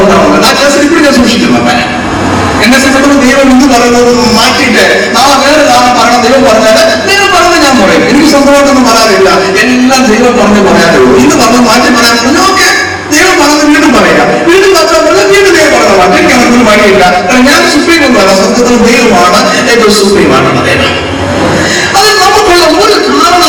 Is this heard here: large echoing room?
yes